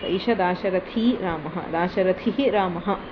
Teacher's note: Saishaha Dasharathihi has become Saisha Dasharathihi, and Dasharathihi Ramaha has given Dasharathi Ramaha · Term: Visarga Sandhis